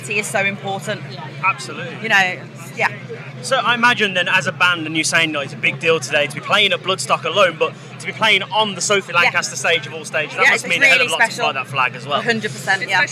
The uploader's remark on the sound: From our 'Live from Bloodstock 2023' series.